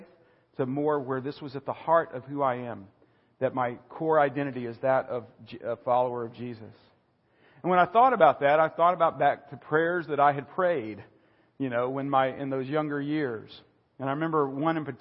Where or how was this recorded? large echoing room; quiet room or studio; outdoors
large echoing room